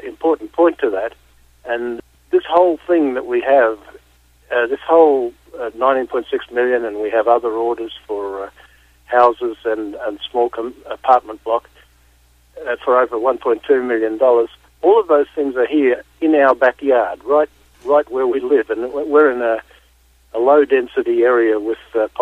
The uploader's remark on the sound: called in to SmallCapVoice